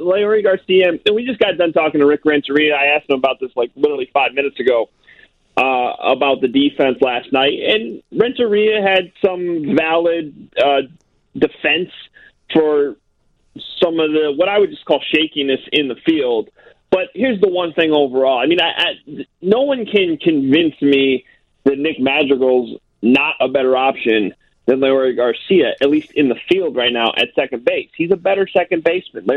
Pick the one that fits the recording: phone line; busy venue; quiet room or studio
phone line